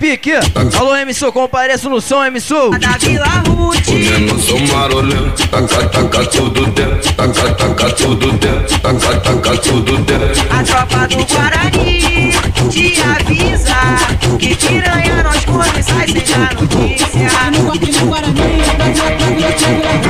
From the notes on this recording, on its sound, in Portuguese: AO VIVO FORMOSO FOLIA